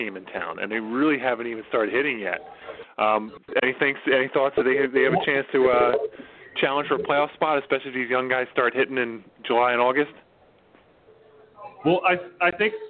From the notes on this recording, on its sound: Live From Village Idiot Brewing Company. Listen as we sip some beers from Village Idiot and talk some nonsense!